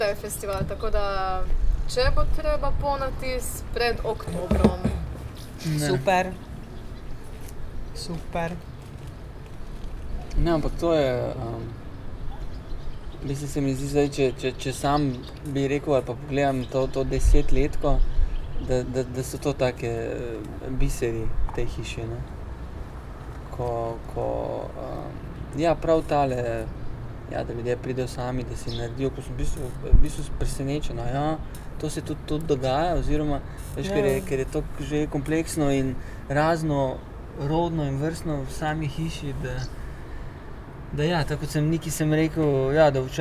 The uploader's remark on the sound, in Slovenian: na ulici pred hišo ter pred publiko